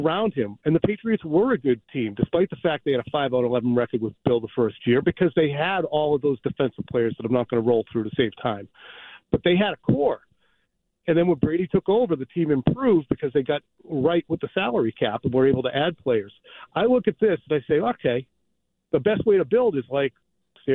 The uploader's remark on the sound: calls into the Jones and Mego show